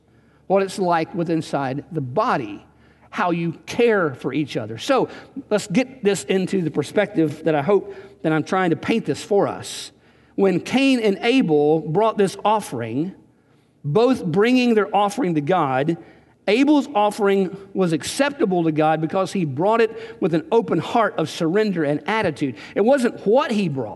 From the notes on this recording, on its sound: Recorded on June 2, 2019 at Graceland Baptist Church in New Albany, Indiana.